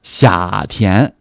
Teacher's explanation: 所有的降调都变成了三声半